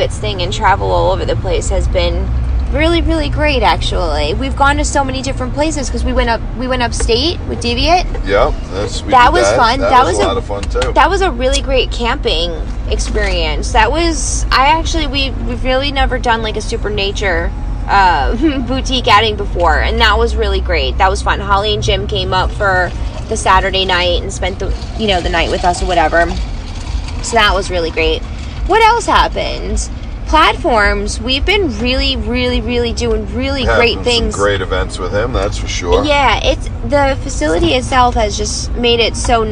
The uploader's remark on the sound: Heading home from Secret Sinsations hotel takeover with Mizzy's Boutique. Chit chat it up in the car.